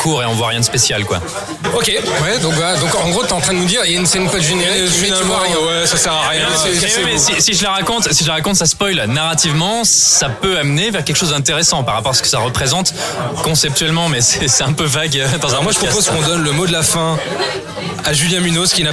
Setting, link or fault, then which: setting, busy venue